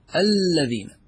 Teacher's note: طيب مرة أخرى إذا لم يتضح لكم، نقول أصل الكلمة لذين بلام واحدة، إذا أدخلت عليها ال صارت الذين، أدغمنا اللام في اللام الذين، فهي عبارة عن لامين، لام ال ولام الاسم الموصول.